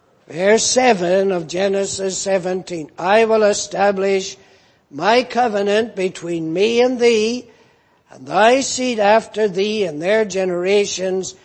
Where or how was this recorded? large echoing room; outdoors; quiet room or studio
large echoing room